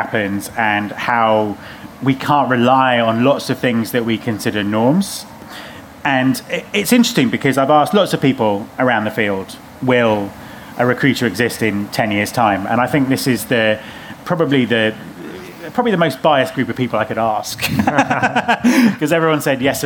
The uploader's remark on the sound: Live at RecFest